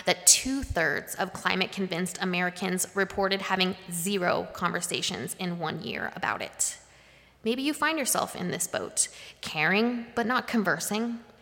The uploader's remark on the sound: Live-streamed from the sanctuary of Mayflower Congregational UCC in Oklahoma City.